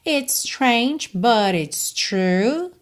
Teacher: It's termina em S, strange começa em S, você pronuncia um S só.